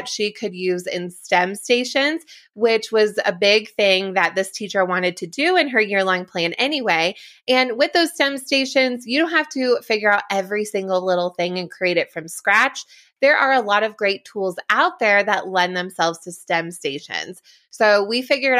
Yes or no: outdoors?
no